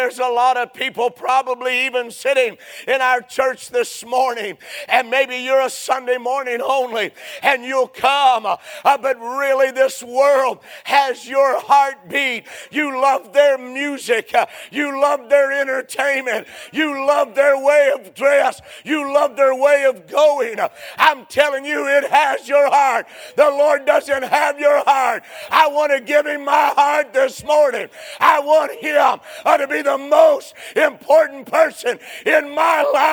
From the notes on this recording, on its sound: A sermon preached Sunday Morning